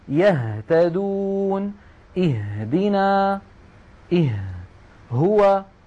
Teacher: نلاحظ بأن الهمزة من أقصى الحلق، والهاء من نفس المكان